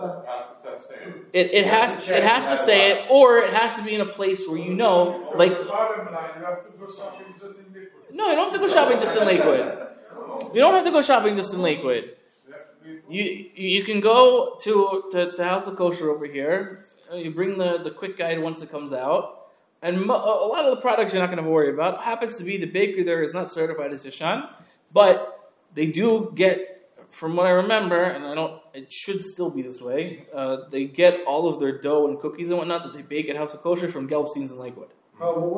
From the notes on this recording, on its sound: This shiur was delivered to the Sephardic Torah Center of the Main Line in Lower Merion, PA on 8/28/23.